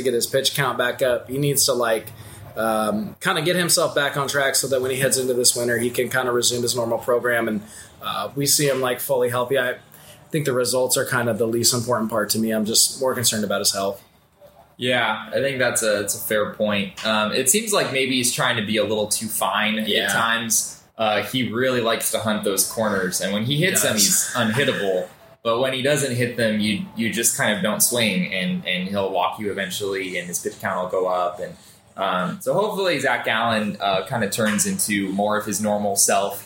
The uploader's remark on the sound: Live from Ron Tonkin Field (home of the Hillsboro Hops)